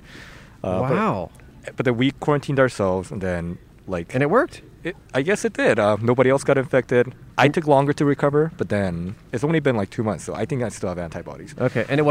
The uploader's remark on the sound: We went outside a COVID-19 vaccination site to chat with folks waiting in the standby line to maybe get extra vaccines at the end of the day. 100 people in line who seemed to really hate us. In front of Kedren Community Health Center in South Central Los Angeles, CA.